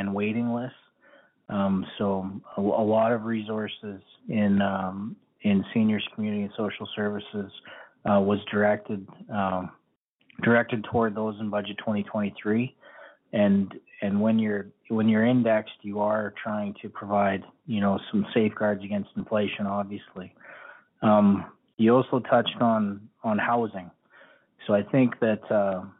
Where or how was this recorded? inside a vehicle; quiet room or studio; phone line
phone line